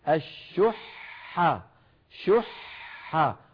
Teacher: وأحضرت الأنفس الشح، فلما نقول الشح ننطق حاء واحدة، وفي الوسط نقول الشح شح، فننطق في الوسط حاءين، حاء ساكنة بعدها حاء مفتوحة. لما وقفنا قلنا الشح بحاء واحدة ساكنة ولا نستطيع أن نفعل إلا ذاك.